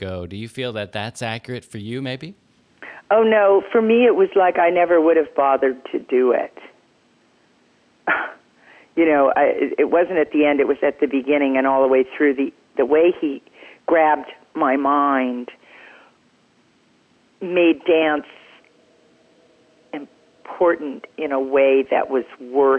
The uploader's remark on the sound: Frankly, I was a little nervous dialing the phone on this one.